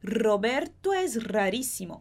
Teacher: também é um R forte porque ele está no começo da palavra. E o rissimo é o ri, igual na palavra, por exemplo, é origem, da palavra do português, né?